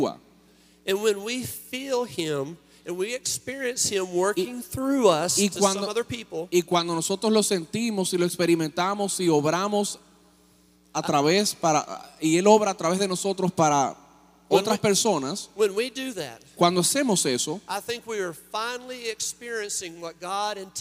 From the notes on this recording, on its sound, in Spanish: Mensaje grabado en Iglesia Cristiana, Santo Domingo, República Dominicana.